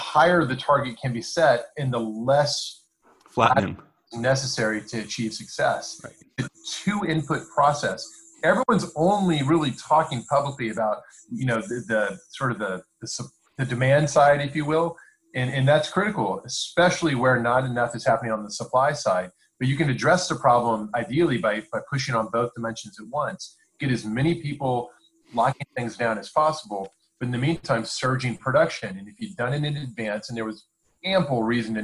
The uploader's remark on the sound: We may be on home lockdown, but that didn't stop us from recording! Thanks to the magic of Zoom, we gathered online to record this episode, and just for kicks we recorded the video while we were at it.